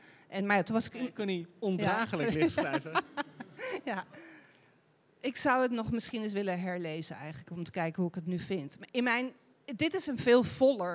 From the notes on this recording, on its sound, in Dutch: De Groene Amsterdammer viert haar 145-jarige bestaan, en op het lustrum in ITA namen wij live een aflevering van Boeken FM op.